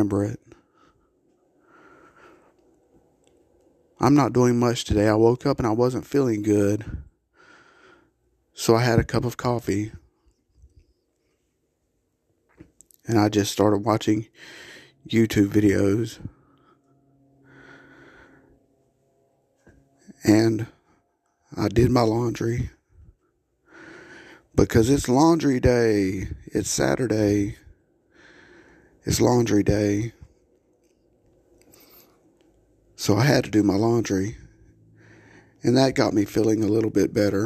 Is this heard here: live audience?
no